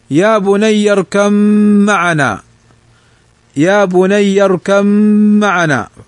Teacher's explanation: فهنا تدغم الباء في الميم لتجانسهما، فالباء والميم مخرجهما من الشفتين · Term: إدغام المتجانسين